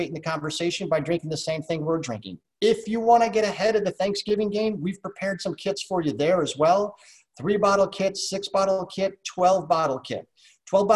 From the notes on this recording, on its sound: SIP Virtual Wine Tasting and Q&A.